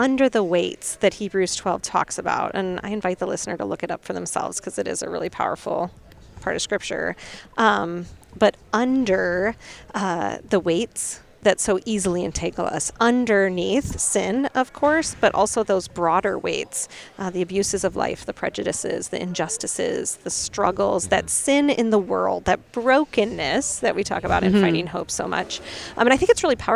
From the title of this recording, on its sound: Live from the LWML Convention